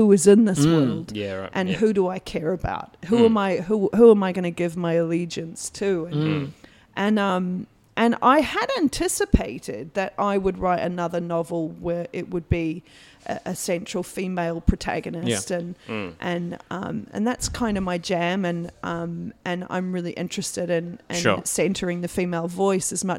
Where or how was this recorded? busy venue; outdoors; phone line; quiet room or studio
busy venue